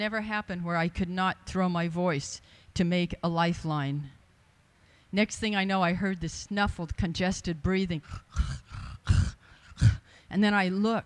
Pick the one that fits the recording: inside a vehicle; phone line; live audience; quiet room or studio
live audience